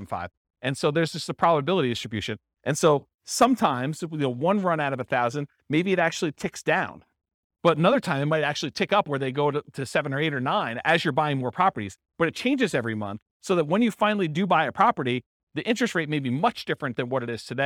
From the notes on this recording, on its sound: This was a live class recorded